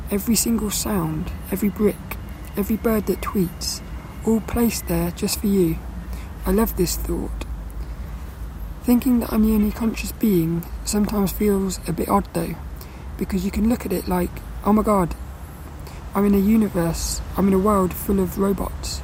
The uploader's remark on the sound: this one was recorded down the park